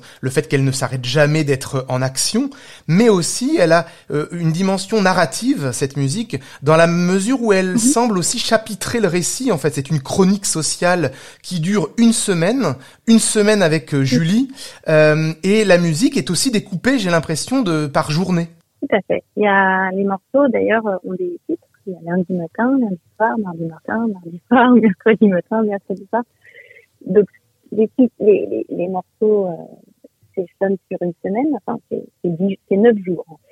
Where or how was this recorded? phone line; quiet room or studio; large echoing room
phone line